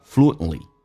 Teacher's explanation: NTL 这三个辅音在一起，在规则当中中间那个辅音不用发音